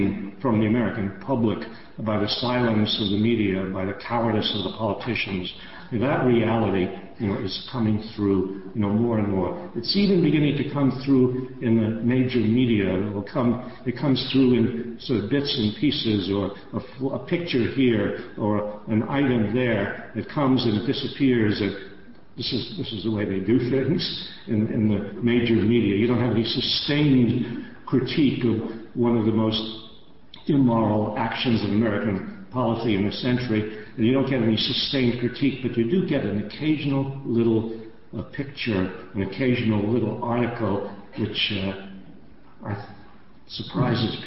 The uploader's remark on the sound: Recorded on January 29, 2005 at the First Parish Unitarian Church in Cambridge, MA.